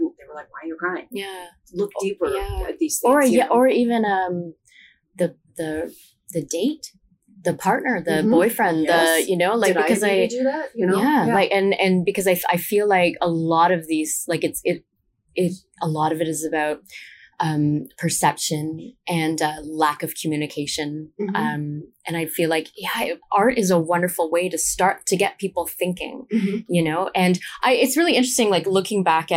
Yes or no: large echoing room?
no